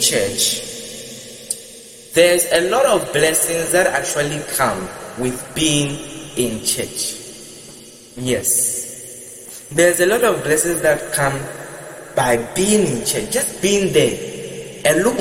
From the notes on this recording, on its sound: Preached at the Love Arena Gospel Encounter Service, LIVE at the Love Arena Church, Accra - Ghana.